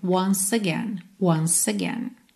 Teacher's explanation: Como o E final de once não é pronunciado, a gente já junta no again.